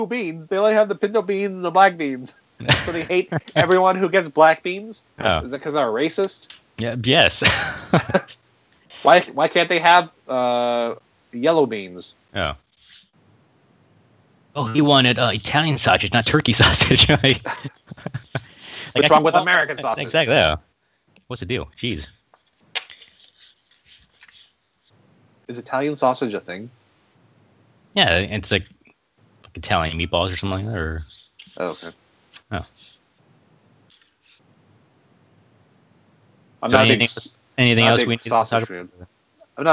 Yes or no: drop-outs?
yes